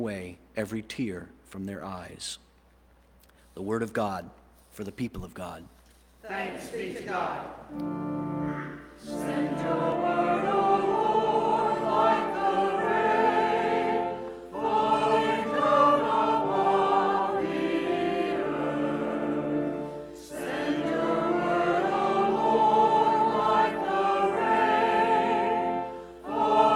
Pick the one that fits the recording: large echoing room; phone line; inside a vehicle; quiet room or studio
large echoing room